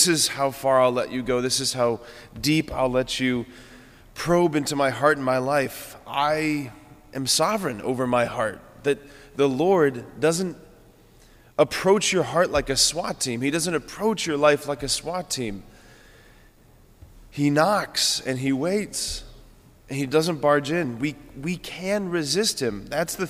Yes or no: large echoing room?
yes